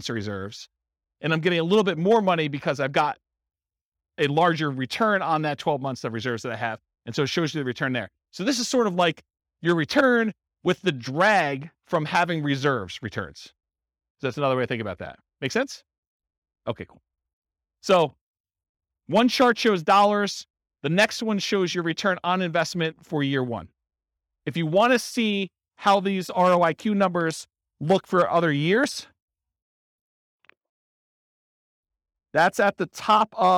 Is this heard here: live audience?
yes